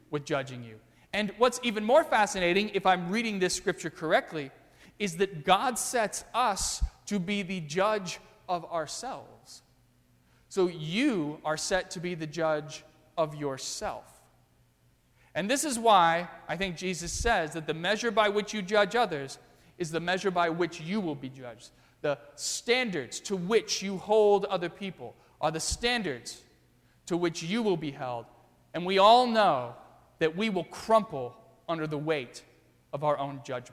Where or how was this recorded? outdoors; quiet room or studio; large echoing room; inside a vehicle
large echoing room